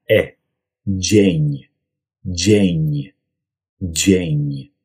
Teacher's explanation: Nicht wie ein E im Deutschen, sondern wirklich offen wie ein Ä.